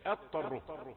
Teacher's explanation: نقف وقفة عند كلمة ثم الضاد لازم تظهر عندما نقول اضطره، نكون قد نطقنا بطاء مشددة